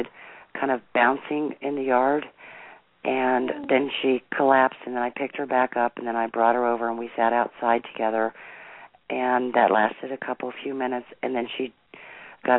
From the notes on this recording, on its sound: open up the lines for listeners to call